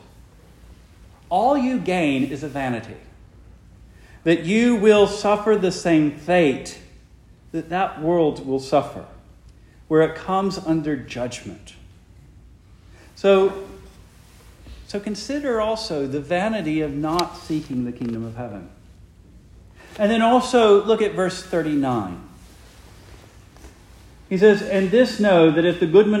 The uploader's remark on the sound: Preached the morning of July 16, 2023, for the Heidelberg Presbyterian Church in Heidelberg, Mississippi.